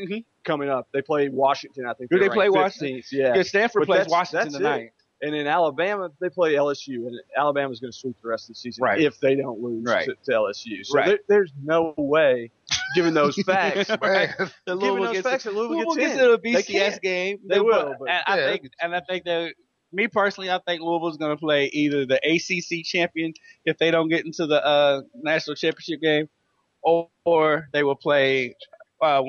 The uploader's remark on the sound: The Weekend Sports Buzz - LIVE from Sullys.